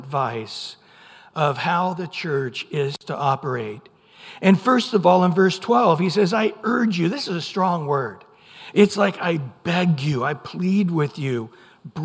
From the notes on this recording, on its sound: Recorded at Calvary Chapel of Los Alamitos on Sep 3 2023 on Sunday Morning Sermon.